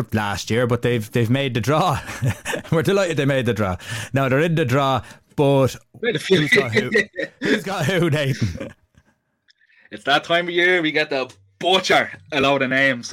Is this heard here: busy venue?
no